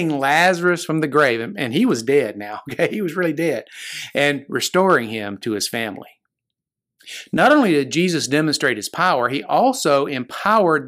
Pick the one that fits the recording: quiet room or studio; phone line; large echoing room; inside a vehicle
quiet room or studio